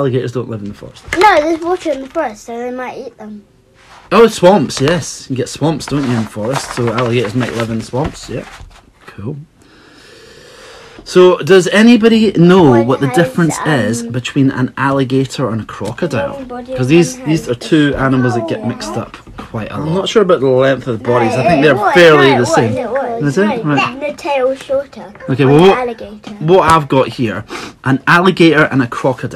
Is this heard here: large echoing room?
no